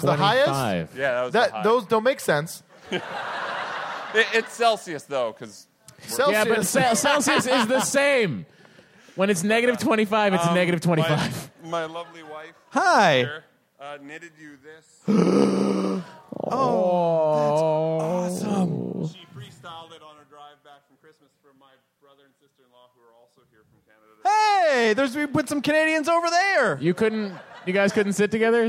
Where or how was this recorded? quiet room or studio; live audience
live audience